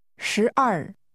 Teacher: 12 has first a rising, then a falling tone.